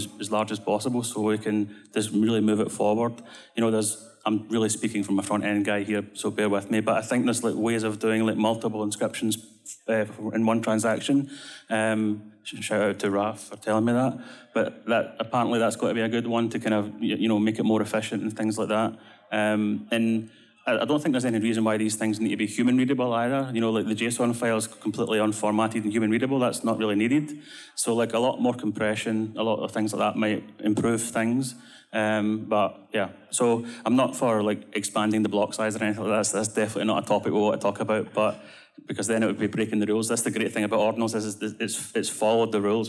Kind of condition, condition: setting, busy venue